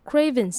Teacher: 它的 s 是发 z 的音，当一个字的字尾结尾是有声子音的时候，像是这边的话是 v，还有 ing 的鼻音的时候呢，s 就要发成 z 的音